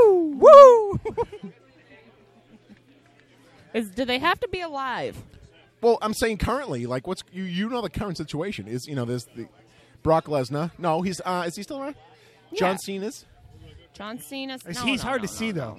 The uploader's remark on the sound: enjoy all the interviews, nonsense, background noise and beer sipping goodness